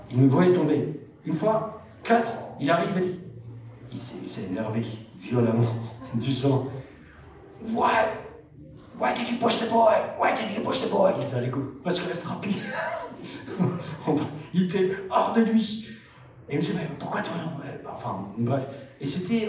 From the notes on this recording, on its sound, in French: Seconde conférence enregistrée lors de POPCON 2020.